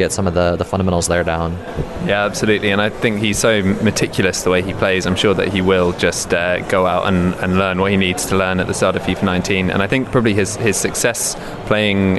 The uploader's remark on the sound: Live from the eWorld Cup finals